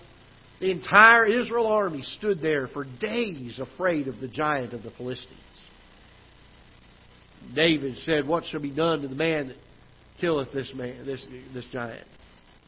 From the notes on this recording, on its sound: Ketha Heights Baptist Church ~ Live Broadcast.